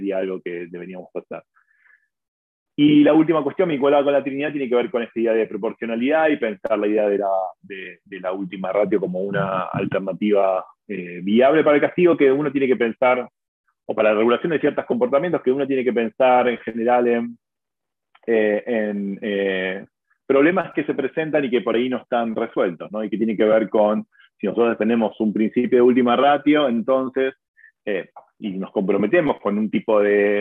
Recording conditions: video call